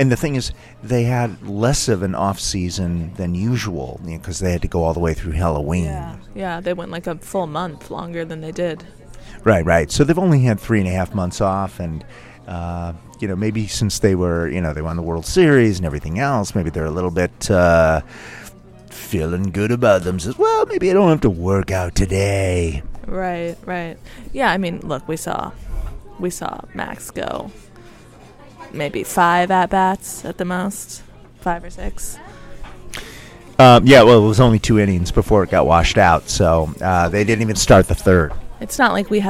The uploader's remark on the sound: Cover the opening of the Washington Nationals Spring Training in person, recording LIVE from West Palm Beach, Florida for the first 3 games!